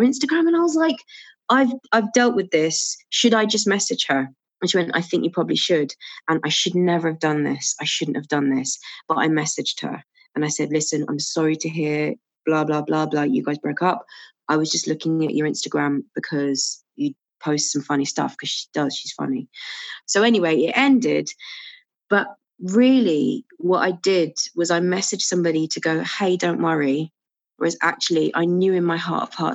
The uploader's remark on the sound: This was recorded during lockdown in May 2020 over zoom.